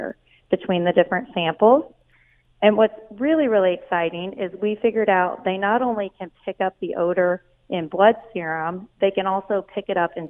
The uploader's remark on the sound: opens the phone lines